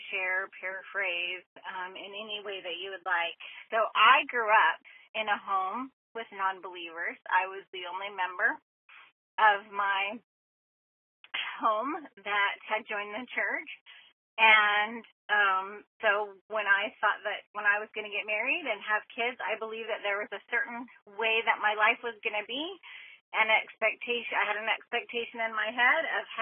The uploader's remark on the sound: I am so grateful for each of these people who called in to share their thoughts and perspectives on a topic that isn’t always easy to talk about.